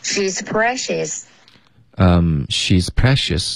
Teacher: 这个重音应该是 she